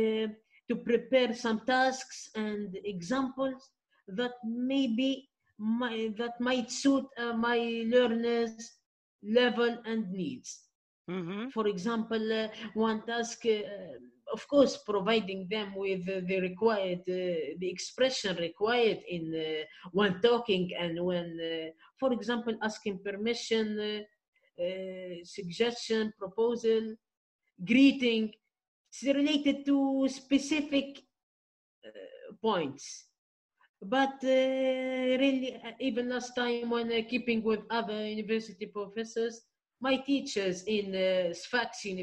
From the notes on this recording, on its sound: my first episode that I ever recorded, using, “Zoom